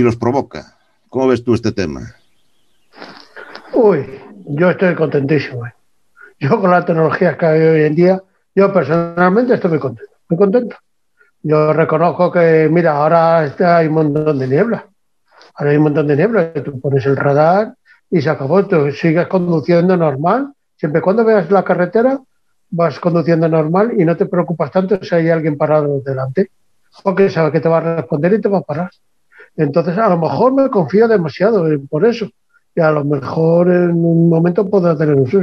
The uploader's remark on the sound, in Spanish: Experimentamos en este podcast con una tertulia en directo, a través de la aplicación Zoom, esperamos que, si el audio es bueno, repetir esta forma de grabar nuestros podcast.